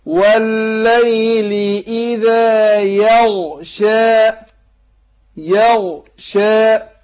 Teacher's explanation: يبقى انا برقق الايه؟ الشين، برقق الشين، بقول يغشى مش يغشى، يغشى.